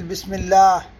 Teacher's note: فترقق لام لفظ الجلالة إذا سبقت بكسر · Term: مرققة